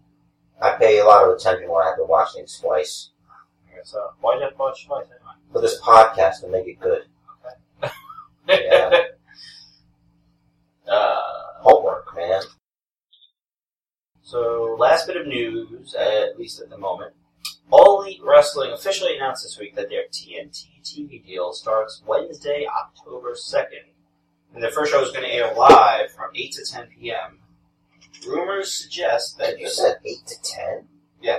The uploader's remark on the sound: Oculus Rift gained sentience and decided to overtake recording duties from our standard equipment. We have some audio issues this week as well, and we apologize.